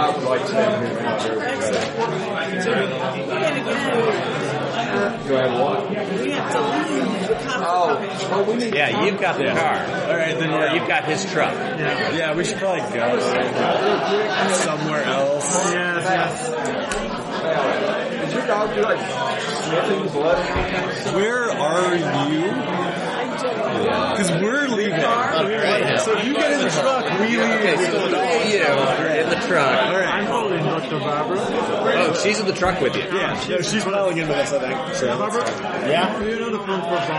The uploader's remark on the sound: Please excuse the audio quality of this recording, it was a con game